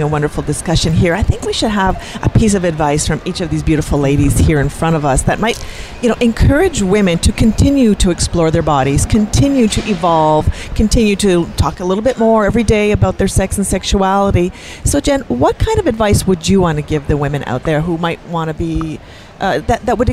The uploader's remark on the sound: On location at The Ultimate Women's Expo in Atlanta